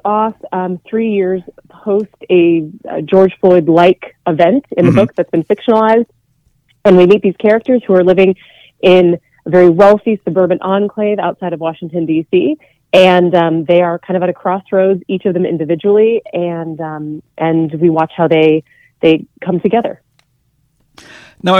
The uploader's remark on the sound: called in for a discussion